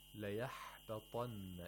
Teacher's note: If you say لَيَحْبَطَنَّ، the deep sound in the throat. We need the deep sound in the pharynx, deep in the throat.